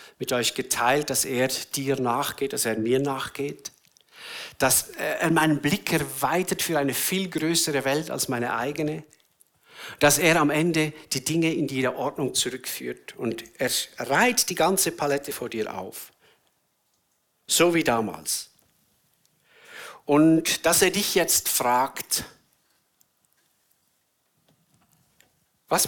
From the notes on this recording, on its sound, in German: Eine Predigt der BewegungPlus Burgdorf